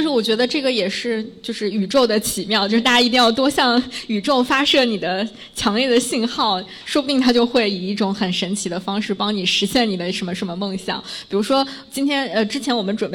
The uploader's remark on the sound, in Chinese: 在北京一间非常有设计感、清新明快的「PIN 3口咖啡」顺利起飞！也和现场 30 位可爱的听友一起。